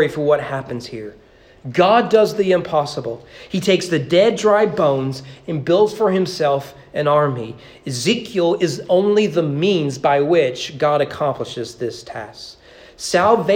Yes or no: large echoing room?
yes